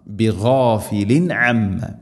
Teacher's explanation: തൻവീൻ ശേഷം ഐൻ ഇസ്ഹാർ, ഇവിടെ വെളിവാക്കി ഉച്ചരിക്കണം. ബിഗാഫിലിൻ അമ്മ, ഇങ്ങനെ വെളിവാക്കി ഉച്ചരിക്കണം, മണിക്കരുത്.